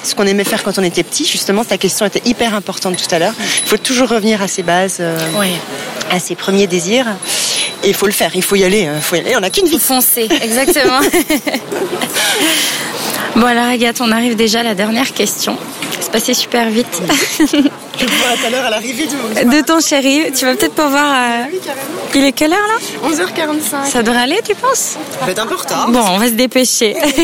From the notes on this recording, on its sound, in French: Nous avons enregistré l'épisode en terrasse de café, face au centre Pompidou, un régal.